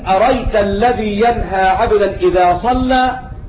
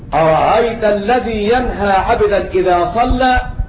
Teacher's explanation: يحذف الهمزة التي هي عين الكلمة · Shown in: first take